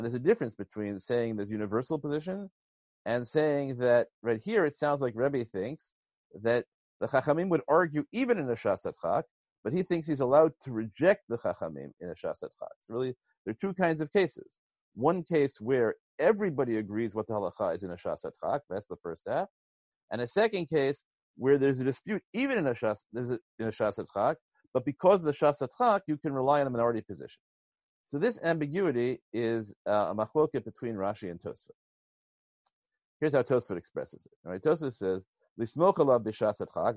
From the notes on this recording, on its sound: given recently as a ZOOM video conference